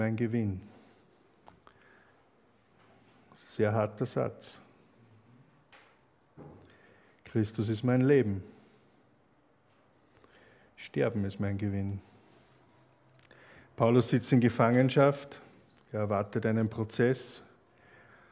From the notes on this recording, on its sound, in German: Aufnahme einer Freizeit von 2017.